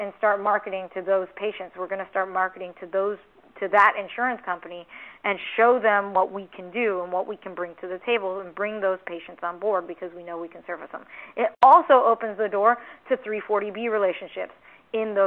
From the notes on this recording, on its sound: RXMD May 2019 Earnings Call. 1st Quarter 2019 Quarterly Report Conference Call.